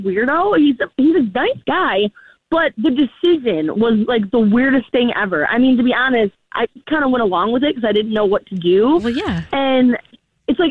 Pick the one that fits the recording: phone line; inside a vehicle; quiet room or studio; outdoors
phone line